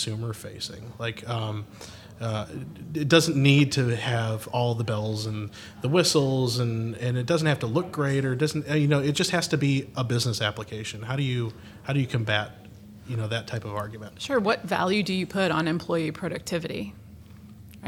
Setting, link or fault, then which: setting, busy venue